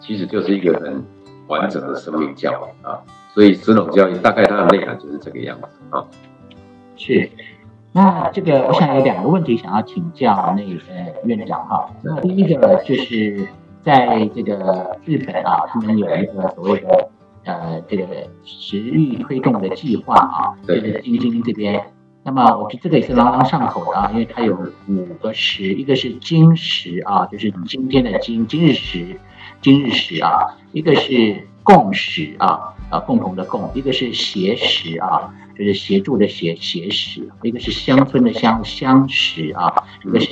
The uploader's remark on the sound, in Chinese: 本次採線上會議錄音，音質較為粗糙，敬請見諒!